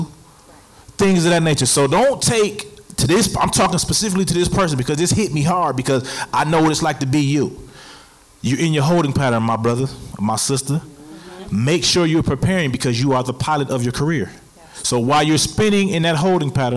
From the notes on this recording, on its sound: This episode was recorded live. Amplifier is filmed and recorded in front of a live audience at the Radio Milwaukee studios in Milwaukee, Wisconsin.